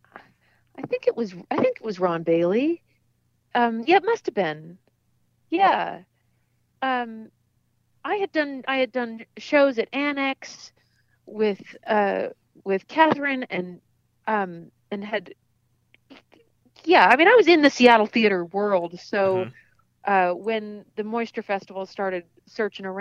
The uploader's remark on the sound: The Moisture Festival hits the phone lines.